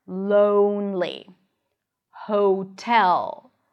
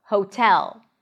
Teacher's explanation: So the sound is more in the back, the lips are a bit more rounded.